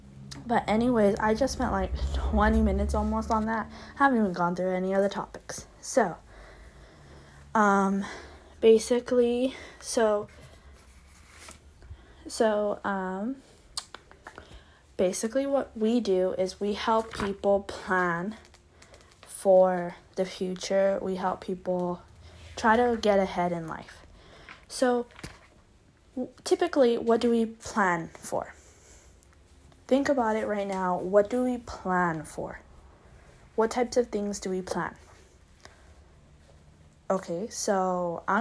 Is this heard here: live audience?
no